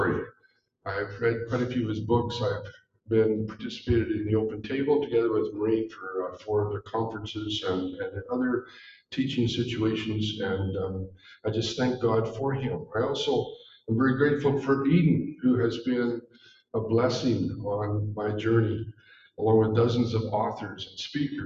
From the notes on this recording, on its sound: We are *still* working out the kinks with live recordings, thanks for being gracious!